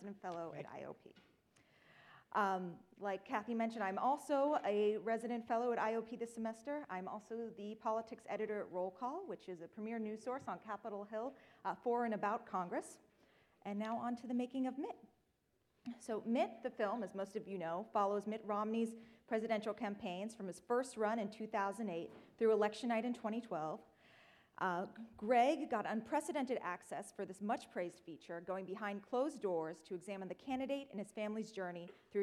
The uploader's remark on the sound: Four clips from the documentary that were screened during the Forum. The panel also responded to questions from the audience.